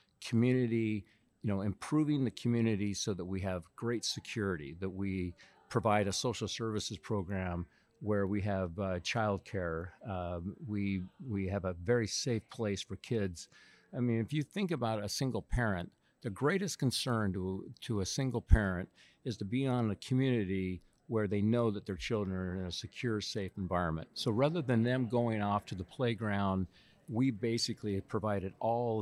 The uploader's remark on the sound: Live from the Freddie Mac Multifamily Optigo 2019 conference!